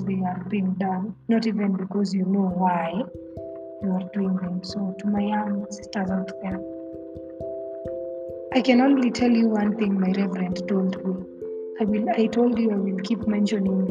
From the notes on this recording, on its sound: I am working on resolving the background noise issue